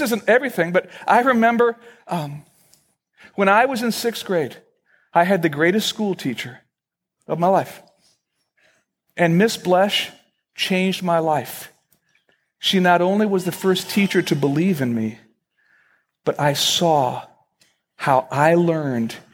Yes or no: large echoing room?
yes